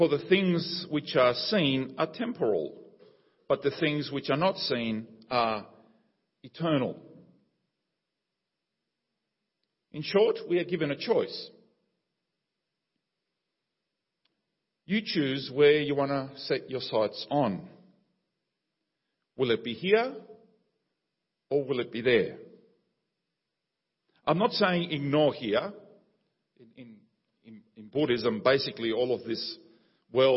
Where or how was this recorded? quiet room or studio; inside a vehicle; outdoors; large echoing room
large echoing room